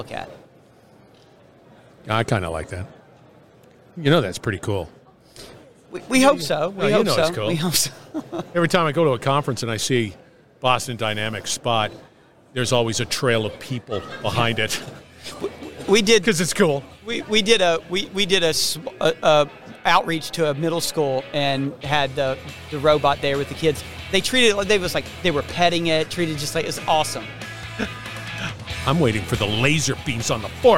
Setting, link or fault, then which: setting, busy venue